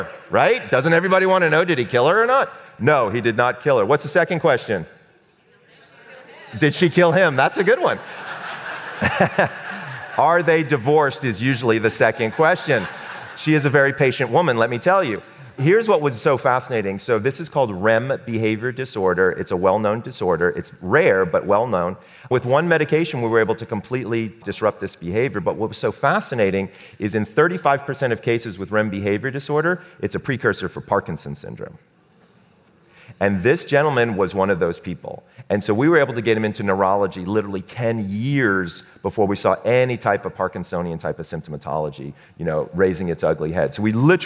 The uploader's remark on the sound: Stage talk recorded with a live audience before the lockdown.